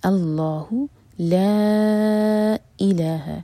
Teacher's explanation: اس کے بعد جو ورڈ ہے وہ حمزہ سے شروع ہو رہا ہے، تو یہ ہے مد منفصل چار حرکہ لمبا